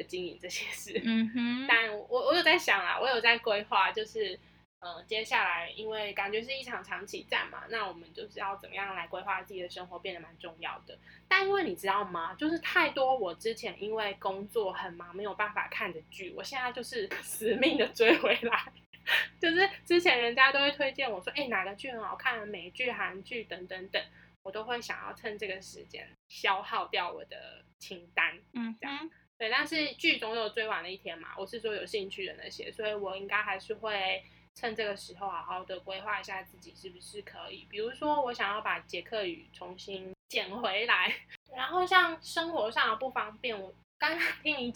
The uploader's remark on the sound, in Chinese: 這集是我們首次嘗試用遠距的方式完成錄音。音質和聽感可能和以往比較不同，還請大家多包涵了～。